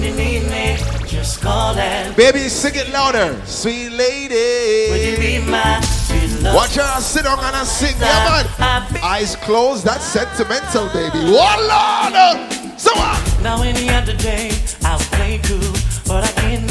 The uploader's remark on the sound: Live Audio segment from the event.